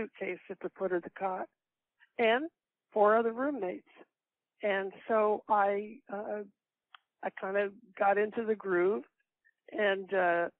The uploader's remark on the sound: A Phone Call